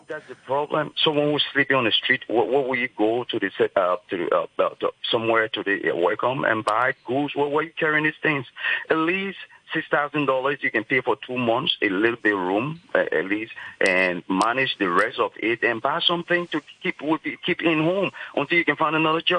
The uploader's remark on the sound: The Financial Secretary Phone-in. We'll have a special phone-in, with a chance to speak directly to the FS.